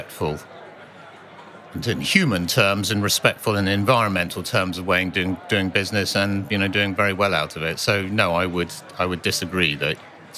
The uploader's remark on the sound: Recorded at the World Retail Congress 2019. In an exclusive interview, recorded at the World Retail Congress 2019.